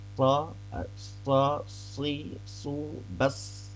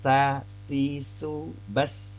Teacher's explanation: kalau huruf sad itu tidak semeringis huruf sin dan ya kebawahnya tebal sebenarnya.